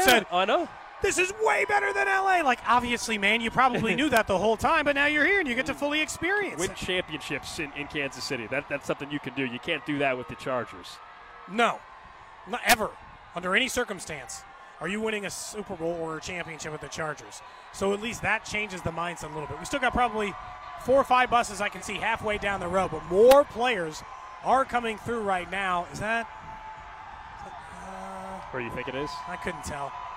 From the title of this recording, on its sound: Some Sounds from the Super Bowl Parade